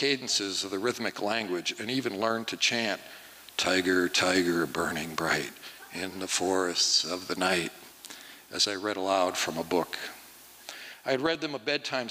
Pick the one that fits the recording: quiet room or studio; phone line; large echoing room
large echoing room